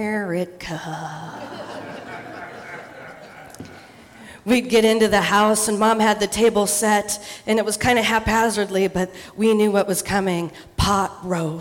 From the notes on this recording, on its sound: Live in Dallas, OR. Portland Story Theater.